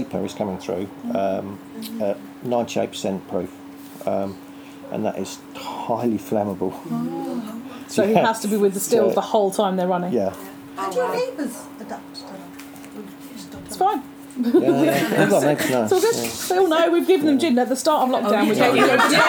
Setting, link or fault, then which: setting, outdoors